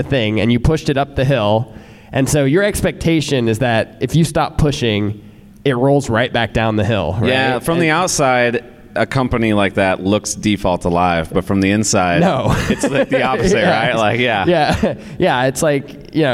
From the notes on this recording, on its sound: Live in Chicago. At the first ever Launched Live at Deep Dish Swift in Chicago.